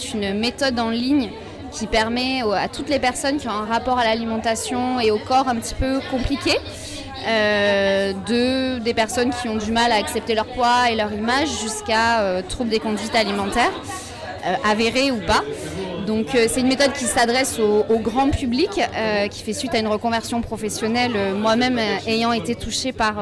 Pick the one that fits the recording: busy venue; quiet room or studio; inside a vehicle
busy venue